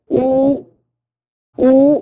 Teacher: اس کی ادائیگی میں دونوں ہونٹ پوری طرح گول ہو جائیں اور واو مدہ کی بو دے کر باریک آواز کے ساتھ پڑھا جائے · Term: پیش